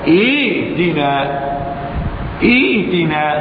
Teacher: أبدلت الهمزة الساكنة ياء، لماذا؟ لأن همزة الوصل قبلها تكون مكسور في الابتداء، أبدأ بهمزة مكسور فتبدأ للثانية ياء. · Term: مد بدل